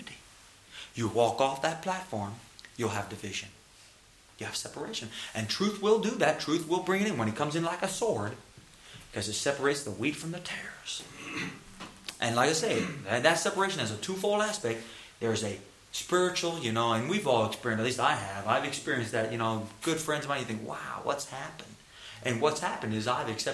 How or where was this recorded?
large echoing room